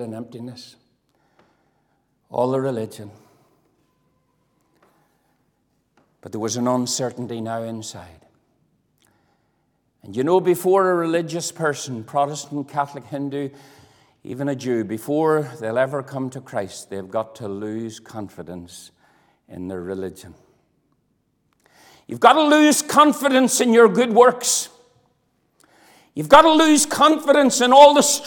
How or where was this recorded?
large echoing room